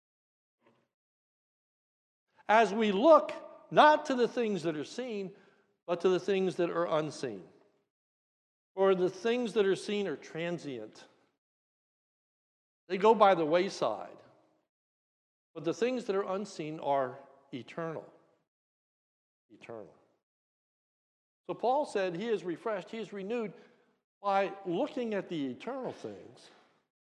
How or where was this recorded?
large echoing room